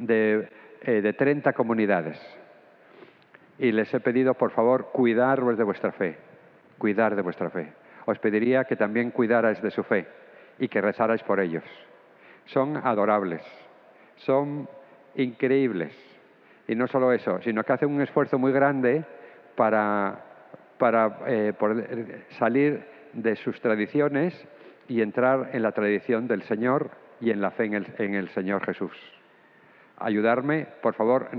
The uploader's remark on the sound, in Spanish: Grabada en la celebración eucarística dominical en nuestro Santuario el sábado 24 a las 6:00 P.